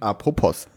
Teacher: das hört sich immer an, als wäre da ein R dazwischen. Ist es aber nicht, das ist meine unsaubere Aussprache.